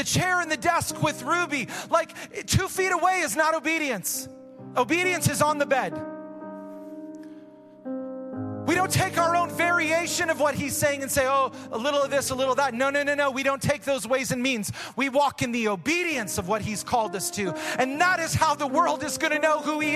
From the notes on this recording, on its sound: Recorded live at Hope Church in Springfield, Mo.